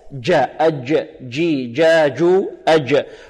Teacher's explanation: والجيم هذه حرف شديد كما أشرنا، وقلنا الشدة معناها انحباس الصوت، جاء أج جي جا جو أج، وإخراجها من وسط اللسان ليس من طرف اللسان أو ما يقرب من طرف اللسان أو مزجها، هكذا وهكذا خطأ.